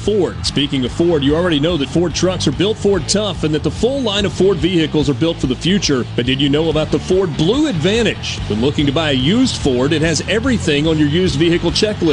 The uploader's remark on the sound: MidDays is LIVE from Mossy Oak in West Point for the kickoff of the 44th Annual Prairie Arts Festival this weekend.